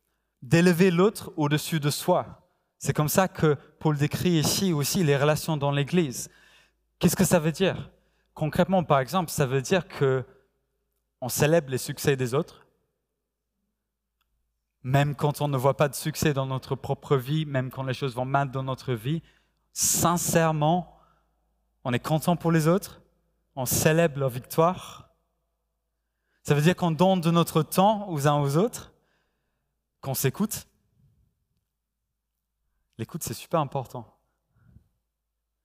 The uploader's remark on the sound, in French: Enregistré à l'église CVV, le 05/09/2021